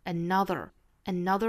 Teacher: 美音呢注意后面的卷舌